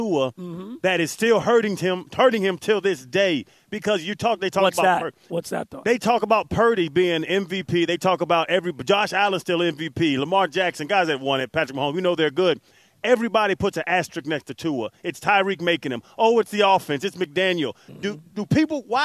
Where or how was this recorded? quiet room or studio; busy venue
busy venue